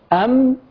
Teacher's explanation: بالنسبة للميم تأتي على جزئين، المخرج الشفوي أم والمخرج الخيشومي للغنة. لذلك قال العلماء في تعريف هذه الصفة: صوت لذيذ، لأنه مقبول، صوت لذيذ مركب في جسم النون والميم في تلازم.